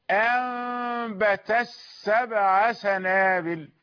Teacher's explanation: أدغمت التاء في السين في الحرف الأول · Term: الإدغام